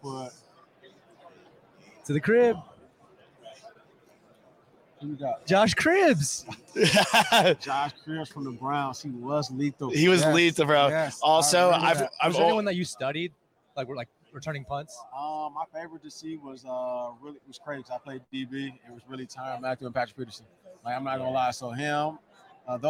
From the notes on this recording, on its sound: Live from Radio Row